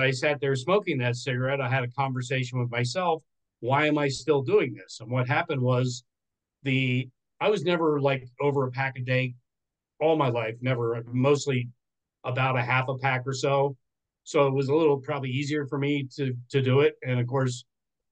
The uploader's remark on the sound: This is a recording from our 5amMesterScrum meetup event. The event was a zoom call in with social media live.